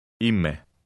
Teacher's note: Notice also the E sound of the unstressed A-I ending.